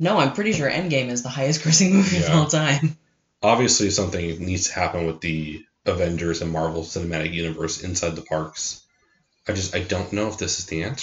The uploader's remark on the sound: We know audio got kinda screwy with this one, the incorrect microphone was being utilized.